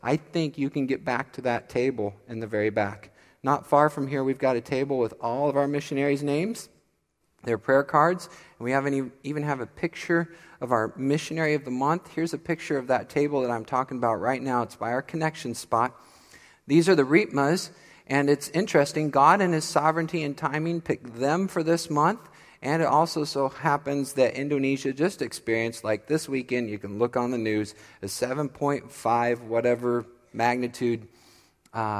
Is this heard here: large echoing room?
yes